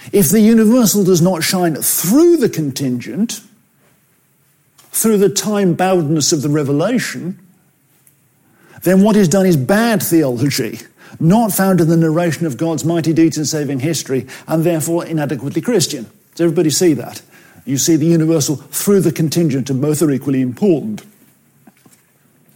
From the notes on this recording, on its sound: At FWS 2021. From 2021's Fellowship of Word and Spirit Conference, "Refresh - renewing our passion for godliness".